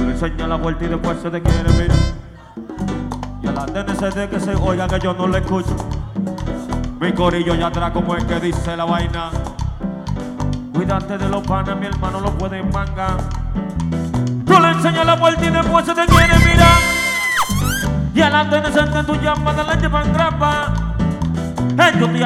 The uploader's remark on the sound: Live Party After 7 Lounge Virginia.